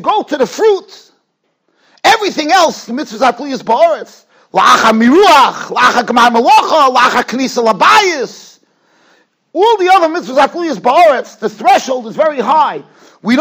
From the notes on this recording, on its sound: Shiur recorded in Yeshivas Ohr Reuven, Monsey, NY.